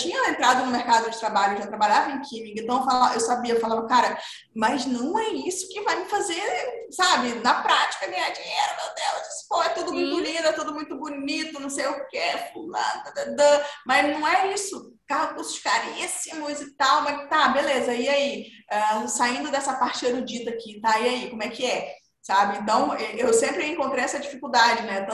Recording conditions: video call